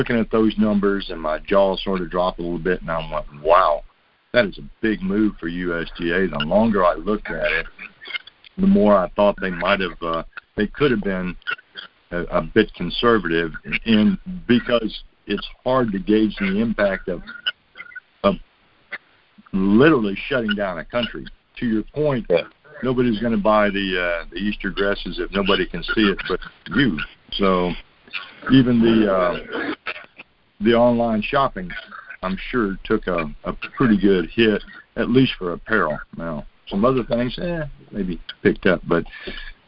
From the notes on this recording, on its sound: Monthly Conference Call.